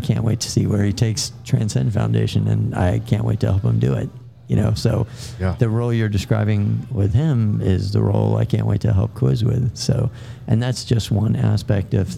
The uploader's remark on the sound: Taped at Line Creek Brewing Co., Fayetteville, GA